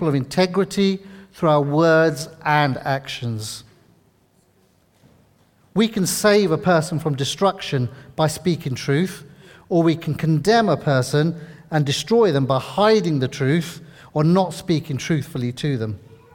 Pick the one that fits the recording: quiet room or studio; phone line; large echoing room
large echoing room